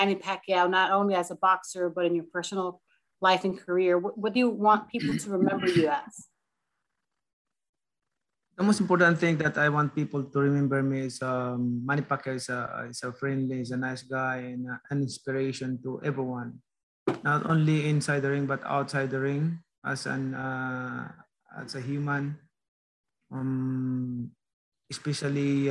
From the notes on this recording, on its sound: Virtual press conference.